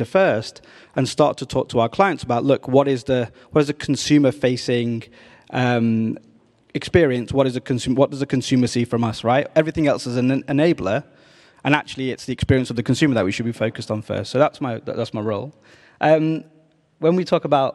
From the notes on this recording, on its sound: For this special first episode we took The Meaningful Media Podcast out of the studio and to the iconic L’Olympia venue in Paris, owned by our mother group Vivendi, to record this episode to a live audience.